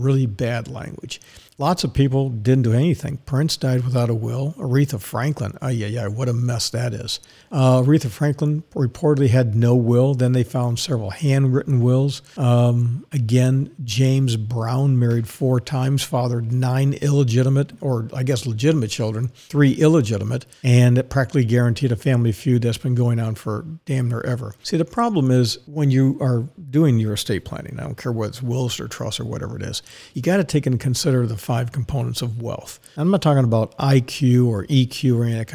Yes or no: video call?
no